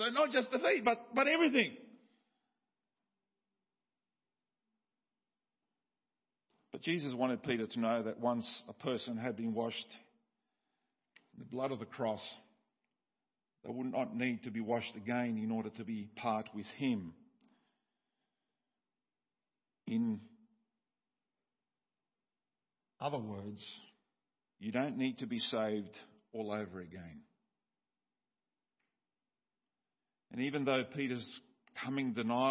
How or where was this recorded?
large echoing room